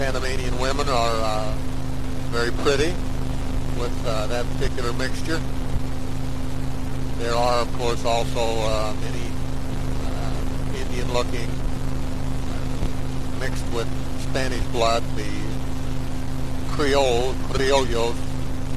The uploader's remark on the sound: Driving Home from work